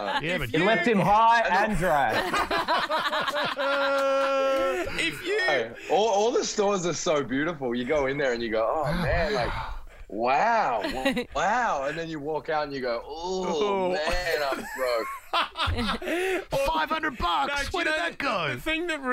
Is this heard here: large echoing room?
no